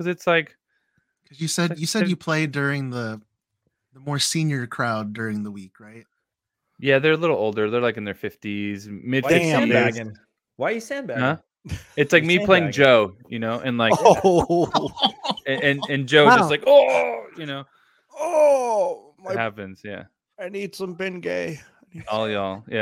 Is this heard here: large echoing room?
no